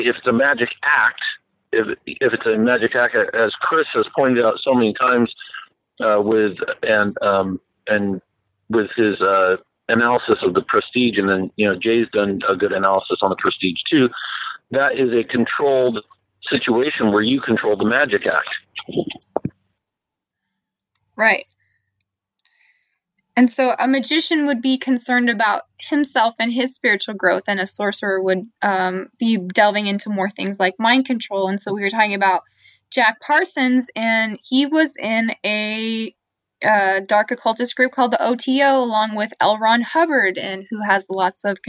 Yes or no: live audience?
no